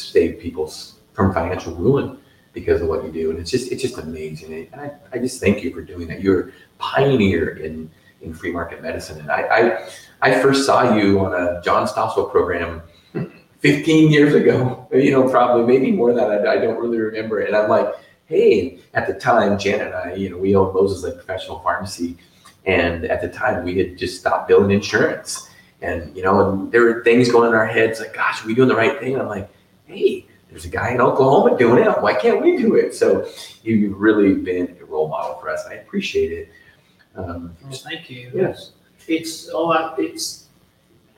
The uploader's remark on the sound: LIVE from the annual FMMA conference!